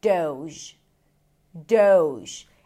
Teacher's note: It's a D sound, O as in go, and then the zh sound, as in vision.